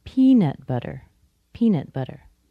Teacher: Notice that pea and nut make a compound noun by themselves. Peanut, pea plus nut, peanut, and then butter is a little less stressed.